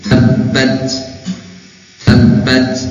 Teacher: kalau membacanya tabat ini salah, baknya harus dengan syiddah